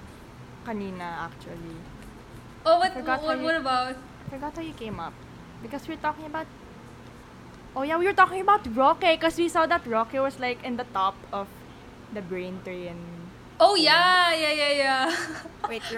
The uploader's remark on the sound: They know about the weird whirring background noise.